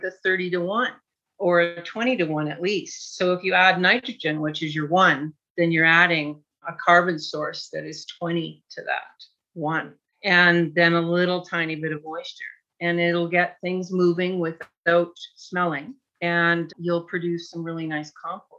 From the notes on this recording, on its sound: Has a relaxed conversation in a Zoom room with a special guest to cover useful gardening topics, and they answer questions from the live listening audience.